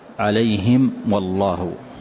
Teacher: واحذر لدى واو وفاء أن تختفي لقربها أو لاتحاد، يعني إذا أتت الميم واحذر لدى واو وفاء أن تختفي لقربها، الواو مع الميم نفس المخرج فمتحد المخرج ومختلفة الصفة